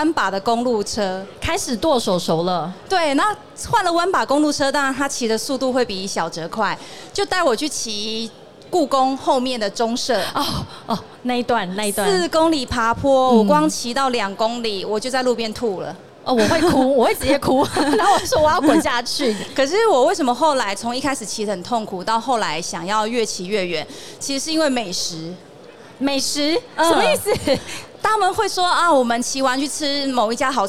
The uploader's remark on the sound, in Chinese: 2022 Taipei Cycle台北國際自行車展-Live Podcast